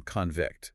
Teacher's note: the noun convict, with stress on the first syllable